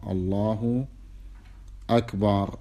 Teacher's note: وينبغي تفخيم اللام من لفظ الجلالة، والراء من أكبر أيضا تأتي بها مفخمة · وينبغي تفخيم اللام من لفظ الجلالة، تقول الله مو الله، هذه اللام تفخمها، الله أكبر.